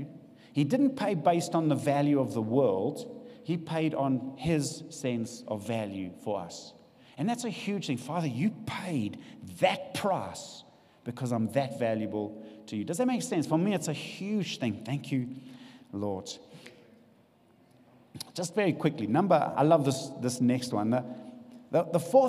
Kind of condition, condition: setting, live audience